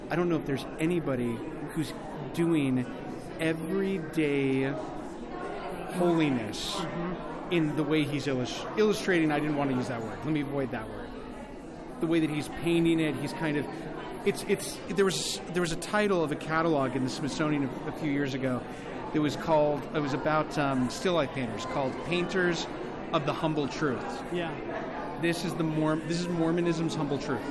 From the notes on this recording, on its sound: Were fortunate to attend the opening of the 93rd Spring Salon. Live from the Springville Museum of Art.